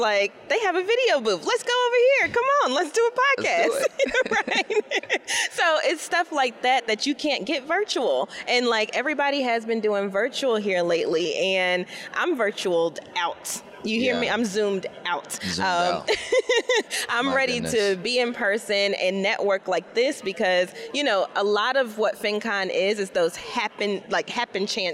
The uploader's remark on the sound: Live from FinCon 2021